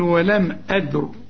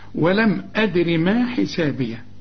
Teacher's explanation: هتقول لي دي قبلها الدال سكون، أقول لك سيبك من الساكن، إذا كان في ساكن سيبك منه وشوف اللي قبله. الهمزة مفتوحة يبقى الراء عند الوقف مفخمة، لكن عند الوصل مرققة لأنها مكسورة